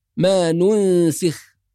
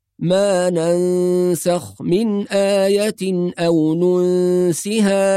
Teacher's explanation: الصواب في رواية حفص أنها تقرأ بفتح النون وفتح السين · Shown in: second take